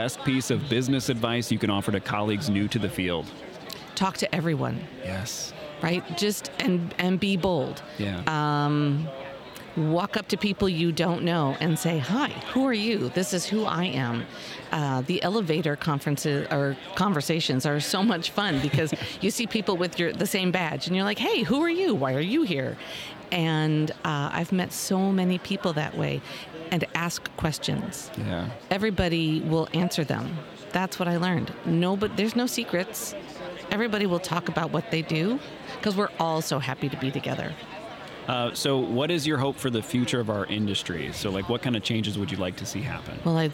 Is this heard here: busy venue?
yes